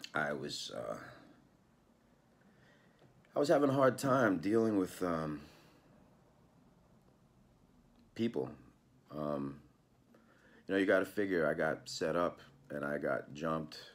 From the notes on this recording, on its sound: Was filmed entirely on an iPhoneX, and produced on a MacBookAir.